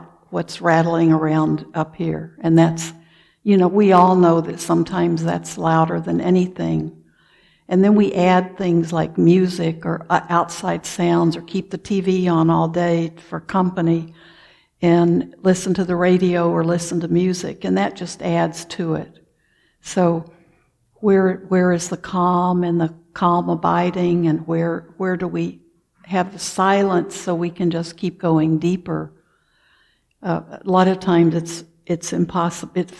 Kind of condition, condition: setting, large echoing room